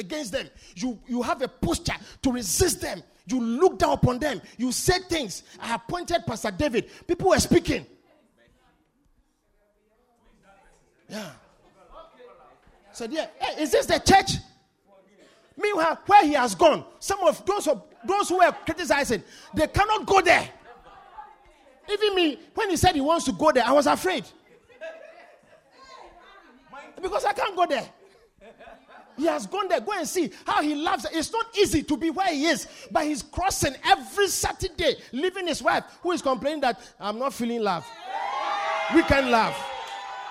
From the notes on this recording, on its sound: Preached at The Supernatural Encounter Service.